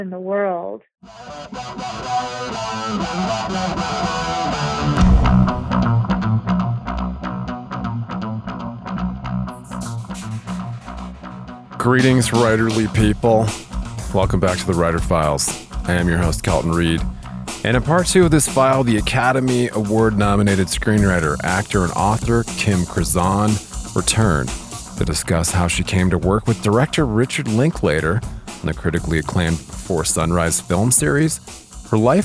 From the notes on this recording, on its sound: A note on the audio quality of this episode. Via telephone for this interview.